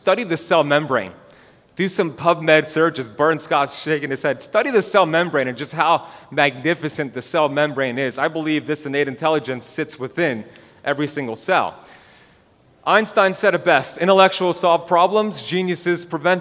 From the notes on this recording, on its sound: This is the full lecture recorded at The BioHacking Congress, Miami, Florida October 2021.